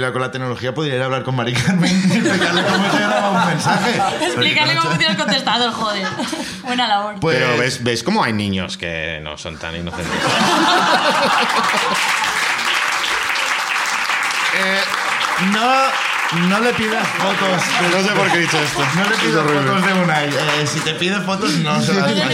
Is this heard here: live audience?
yes